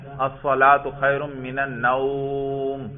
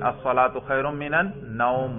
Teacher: اس نوم کے لفظ کو بڑا ہی مختصر پڑھتے ہیں · Shown in: second take · الصلاۃ خیر من النوم، مختصر سا پڑھیں گے، کیونکہ یہ حرف مدہ ہی نہیں ہے.